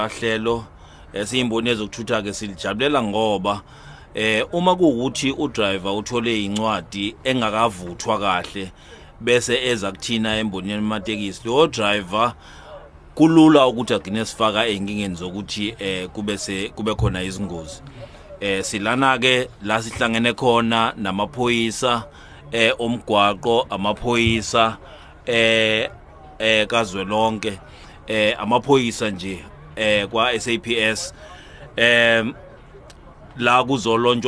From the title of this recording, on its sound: interviewed at the festive season launch in durban